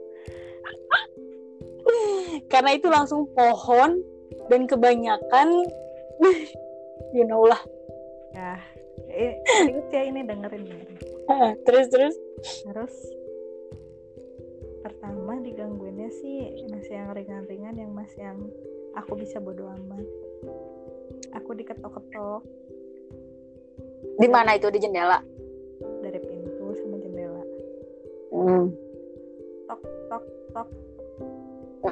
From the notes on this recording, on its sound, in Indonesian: Ini audionya gatau kenapa kayak gini ga ngerti lagi tapi ya maklumin ya temen-temen, baru memulai.